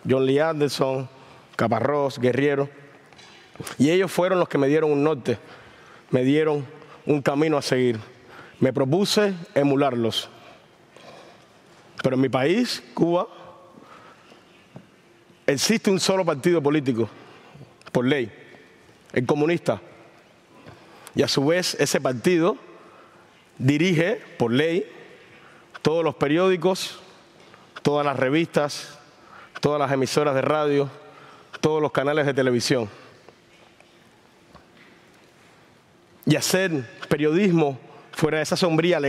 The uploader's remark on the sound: recorded at the 2023 Olso Freedom Forum